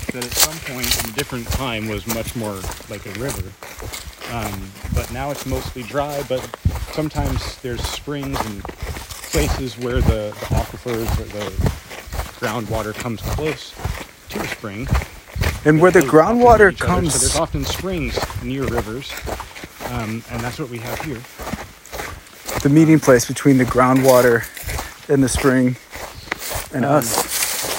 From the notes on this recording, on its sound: A field recording investigating the void inside a mountain spring. We also check out the pump house, sit by the solar panel power station and walk by bobs mill.